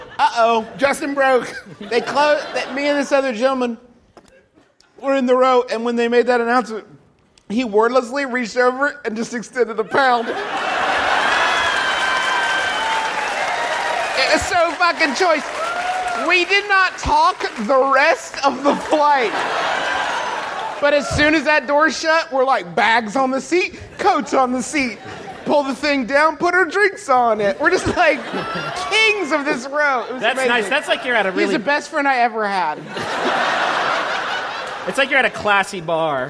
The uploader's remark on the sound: Remembering How to Do Live Shows in Portland. Listen in to our nearly two-hour-long live show in beautiful Portland, Ore., which we performed after not doing a live show for over six months. It was also our first live show using lavalier mics, which led to a lot of what we in the comedy industry like to call "working the room."